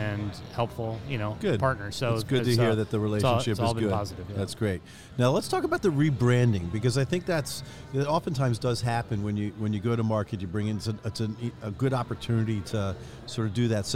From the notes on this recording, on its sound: during the Orthopedic Summit meeting in Boston last month